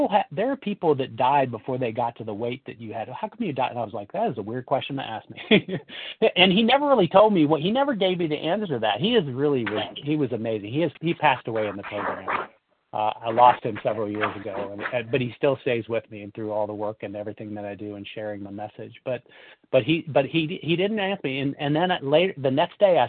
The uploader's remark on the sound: 100 Pounders Phone Meeting